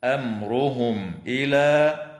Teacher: إظهار شفوي للميم الساكنة عند الهمزة